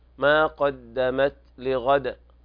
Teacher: لابد من بيان همس التاء همسا خفيفا، ما قدمت لغد، والوقف على الدال بالقلقلة.